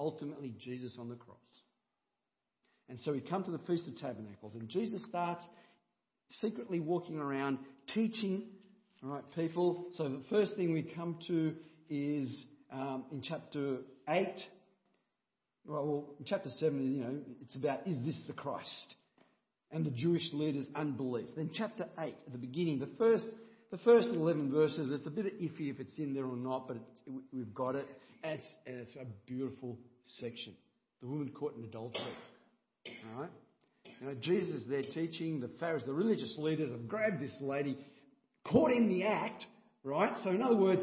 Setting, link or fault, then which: setting, large echoing room